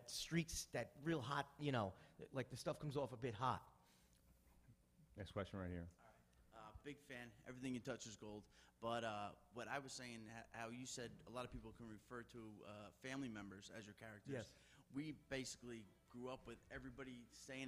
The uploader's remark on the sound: Live Q&A from Gotham Comedy Club.